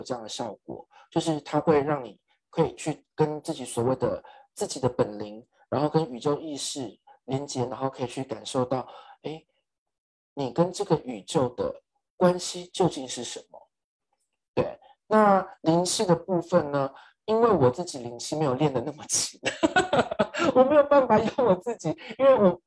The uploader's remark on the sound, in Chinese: 因為這次是用zoom做挪威與台灣的線上對談, 所以會一直到檢查錄音檔時才抓出有麥克風不斷碰撞衣服的聲音